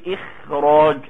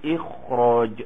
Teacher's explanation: رفعت حرف الاستعلاء درجة عن درجته علشان ما يبقاش حرف الاستفال أشد منه تفخيما · Shown in: second take